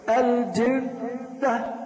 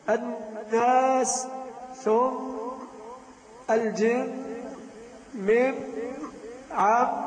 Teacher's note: وغنة مخرجها الخيشوم، تمسك الأنف عند القراءة الجنة، تجد ثقل قوي جدا